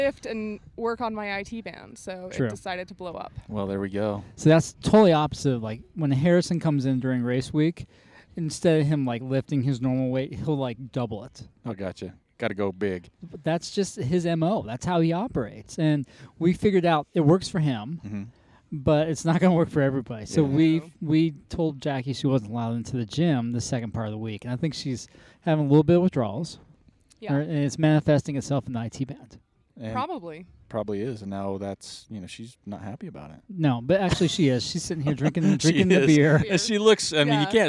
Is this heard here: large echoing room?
no